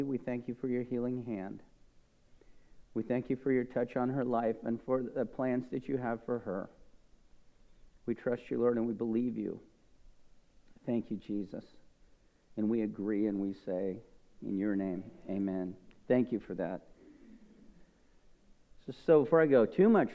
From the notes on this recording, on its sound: This message was recorded at a Sunday service